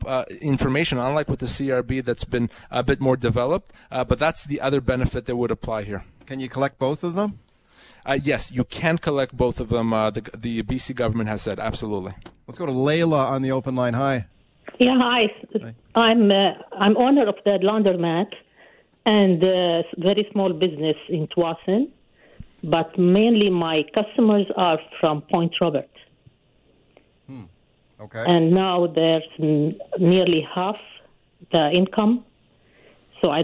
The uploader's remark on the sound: Global News Radio 980 CKNW. Take live questions from CKNW listeners.